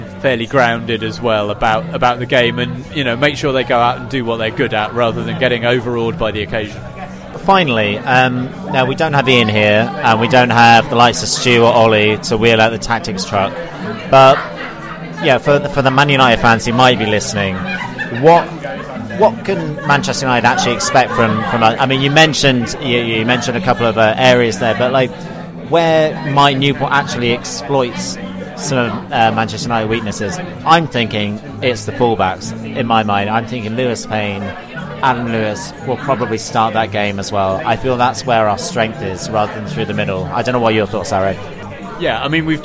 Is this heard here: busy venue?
yes